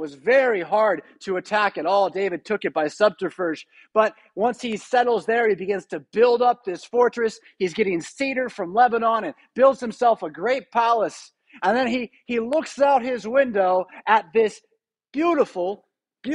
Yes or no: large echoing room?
yes